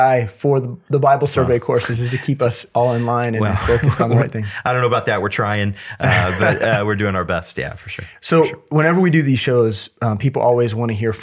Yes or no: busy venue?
no